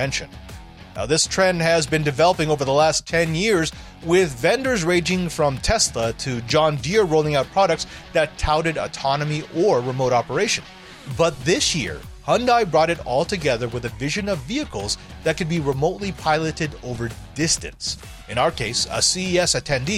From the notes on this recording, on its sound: Reports live from CES 2024. The massive electronics and technology trade show.